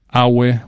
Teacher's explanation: the word for foreigner is awe, with all mid-tones